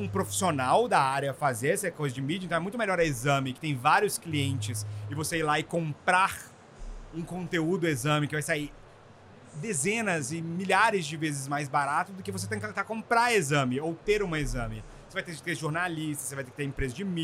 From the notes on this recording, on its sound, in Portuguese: Mais um episódio gravado no maior evento de inovação e tecnologia do mundo, o Rio WebSummit!